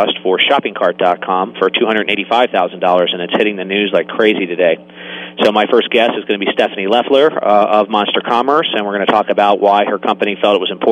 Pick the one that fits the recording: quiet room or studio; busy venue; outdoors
busy venue